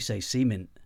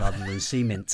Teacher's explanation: Make sure you pronounce the T properly on the end of mint. · Shown in: second take